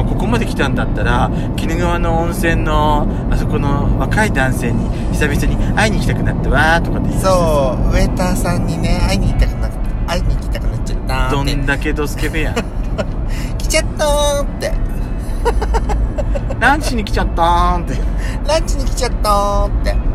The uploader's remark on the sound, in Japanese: ドスドライブ収録 #ロードノイズゴメンね。